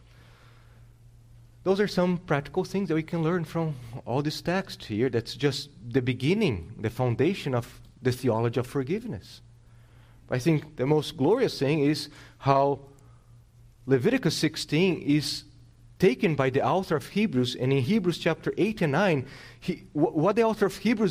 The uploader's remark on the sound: This sermon was preached on August 28th, 2022 at Salem Reformed Baptist.